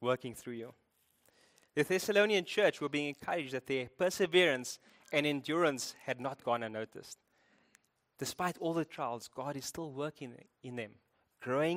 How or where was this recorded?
large echoing room